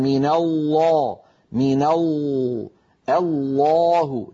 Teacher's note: يصاحب اللام المفخمة تقعر لوسط اللسان وتضيق في الحلق بخلاف المرققة